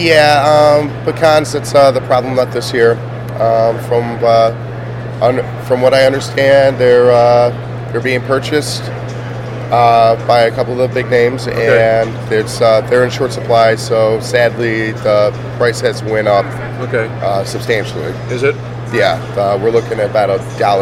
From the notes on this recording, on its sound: From the show floor, at the Mid-America Restaurant Expo. The Hillson Nut Company was an exhibitor at the the Mid-America trade show.